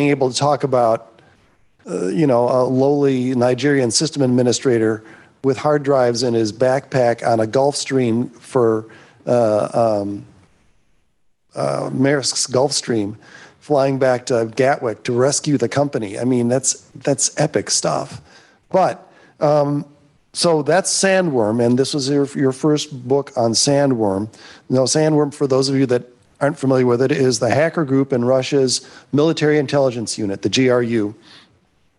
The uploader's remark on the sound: This episode of the HIP Podcast revisits 2022’s HIP NYC conference. The HIP audience.